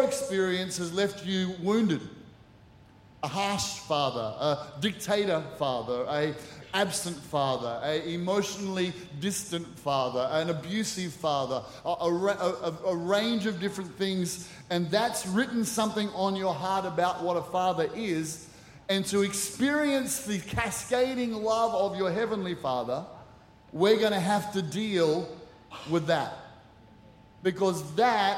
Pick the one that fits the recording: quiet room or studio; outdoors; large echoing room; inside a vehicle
large echoing room